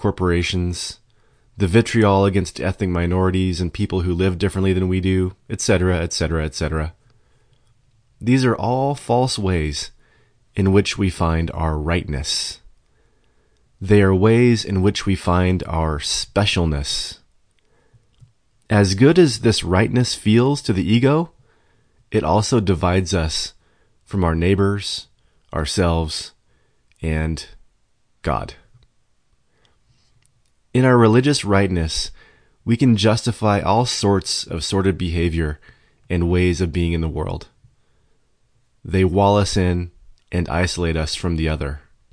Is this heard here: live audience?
no